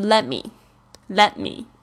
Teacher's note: 前面的这个辅音是会被弱化，那这个辅音就是 T 这个声音呢，其实好像就是舌头抵住，呃，没有爆发出来